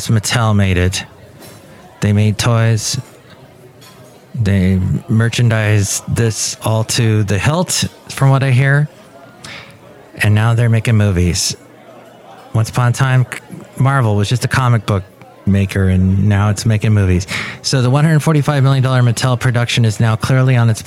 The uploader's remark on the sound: podcasts live from Café Anyway